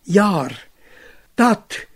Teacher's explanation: selbst wenn das R ausfällt, wird das A dumpf gesprochen